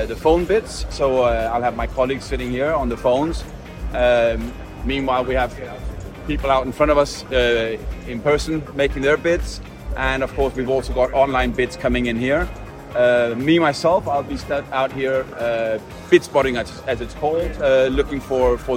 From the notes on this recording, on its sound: we bring you the sights and sounds of what is probably Europe’s most beautiful car auction – our sale at Villa Erba on the banks of Lake Como.